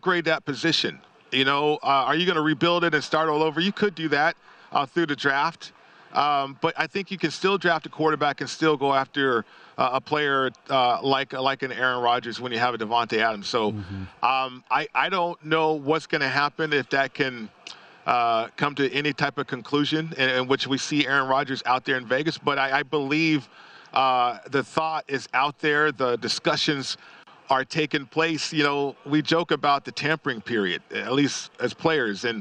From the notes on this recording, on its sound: live from Radio Row in Phoenix, AZ